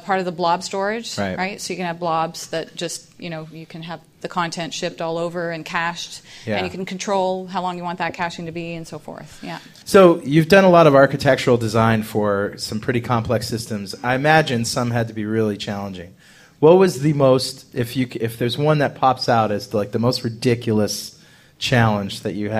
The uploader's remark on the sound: Live in Dallas